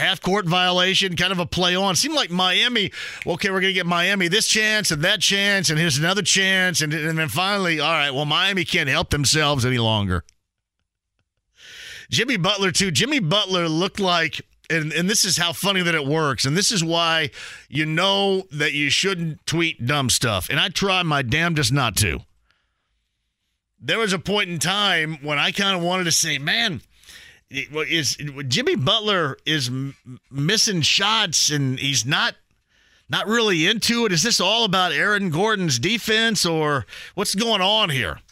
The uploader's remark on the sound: Talks to some listeners over the phone!